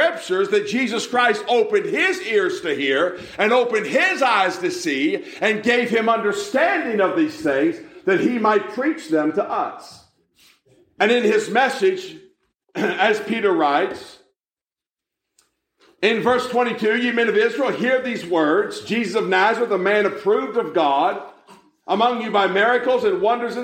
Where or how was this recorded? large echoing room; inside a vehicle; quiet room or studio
large echoing room